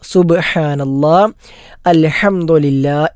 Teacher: ഹ എന്നത് തൊണ്ടയുടെ മധ്യഭാഗത്തു നിന്നും പുറപ്പെടേണ്ട അക്ഷരമാണ്